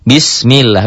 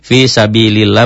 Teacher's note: Yang tarqiq, lafadz Allah berbunyi A, berbunyi tipis. Berbunyi Allah berbunyi tipis, sebelum lafadz Allah ada kasrah.